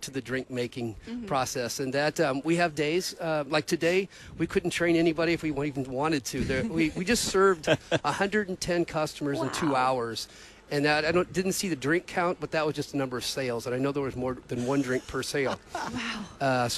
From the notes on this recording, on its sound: Please forgive some gaps in the podcast. We are thankful for the technology setup provided by the IT team that allowed us to broadcast live from the parking lot via WiFi!